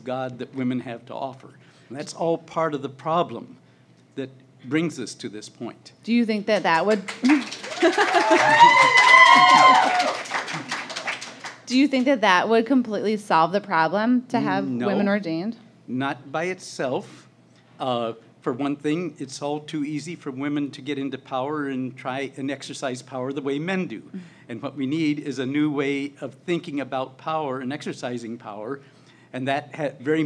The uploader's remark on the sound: LIVE at the Baltimore Podcast Festival